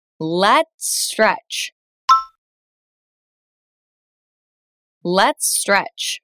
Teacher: To say it faster, blend the S in let's and the S in stretch.